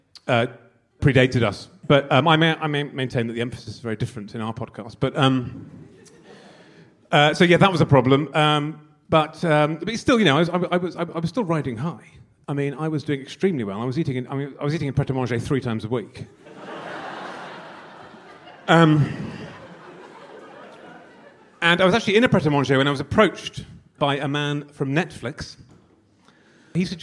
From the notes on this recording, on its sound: Live At The Great British Cattle Bazaar. Highlights from our recent live show at the Great British Cattle Bazaar.